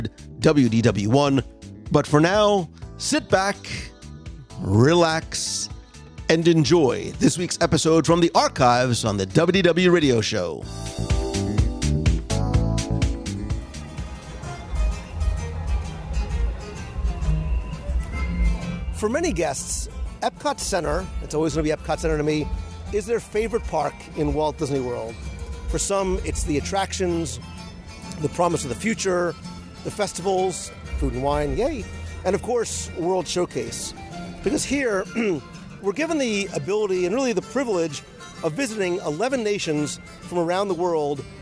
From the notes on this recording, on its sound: For this episode, I was joined by a friend from Italy who helps to compare and contrast the pavilion with the country. Recorded live as we wandered through the pavilion.